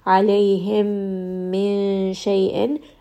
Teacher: Again, we have noon sakin followed by sheen, which is the ikhfa' letter. So I'm going to hide this noon sound within the makhraj of the letter sheen.